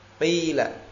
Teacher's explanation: Mendhammah dua bibir dengan memurnikan kasrah pada fa-nya. Jadi dhammahnya ada hanya pada gerakan bibir saja. Tidak mempengaruhi suara. Suaranya tetap jelas kasrah. · Term: dhammu syafatain